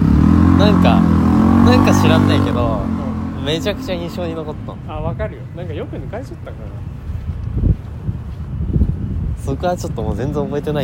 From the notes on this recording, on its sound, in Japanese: 京葉線 #幕張。思ったよりも車通りが多くて雑音が混ざっていますが。